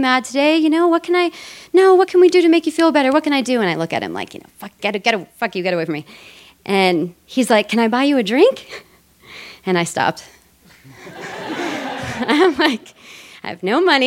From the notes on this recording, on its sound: This story was recorded live on 20 December 2017 at Buntport Theater in Denver, Colorado.